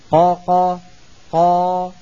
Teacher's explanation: بقدر نطقنا بقا مرتين، قا قا قا نفس الطول، قا قا قا نفس الطول. إذن مططنا فتحة القاف بقدر نطقنا بفتحة أخرى · Term: حركتين